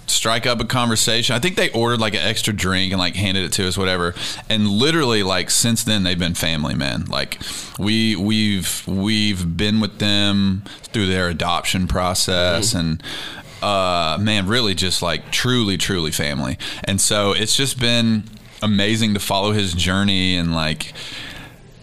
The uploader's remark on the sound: a "radio row" like experience